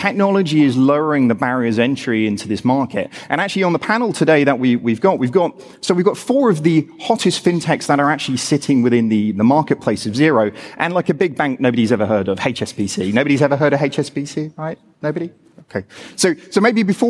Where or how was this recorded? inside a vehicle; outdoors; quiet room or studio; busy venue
busy venue